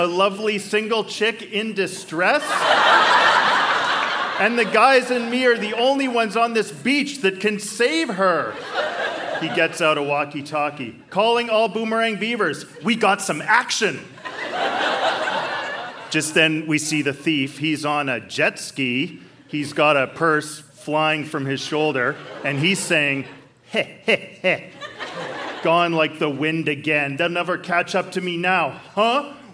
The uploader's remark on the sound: Recorded live at the Park Theatre n Winnipeg, MB.